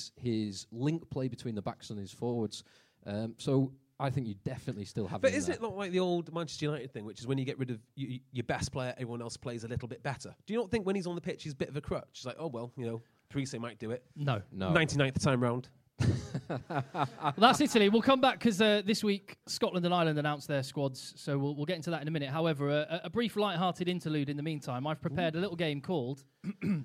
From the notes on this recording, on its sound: LIVE SHOW at TWICKENHAM. Headed to Twickenham for a pre World-Cup Live Show at Podcast Live at the home of rugby.